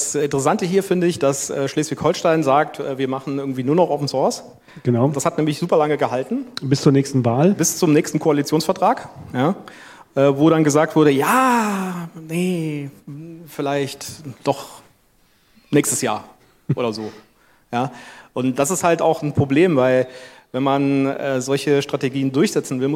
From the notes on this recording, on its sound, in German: Froscon2022. Diskutieren gemeinsam mit dem Publikum auf der Open Source Couch.